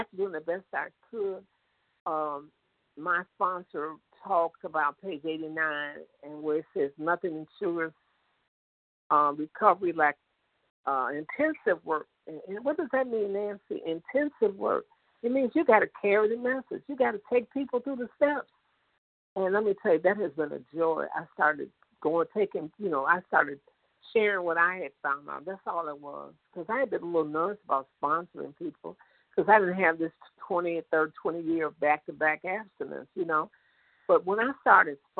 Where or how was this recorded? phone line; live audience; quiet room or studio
phone line